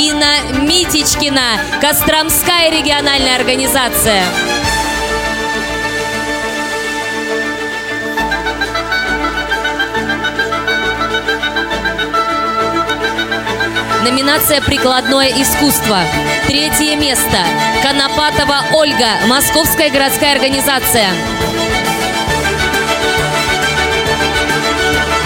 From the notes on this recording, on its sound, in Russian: Аудиозапись закрытия Всероссийского образовательного реабилитационного форума ВОС «Крымская осень-2016». На торжественной церемонии закрытия фестиваля прозвучало много добрых и тёплых слов, были исполнены великолепные музыкальные номера. Предлагаем вашему вниманию аудиозапись этого концерта.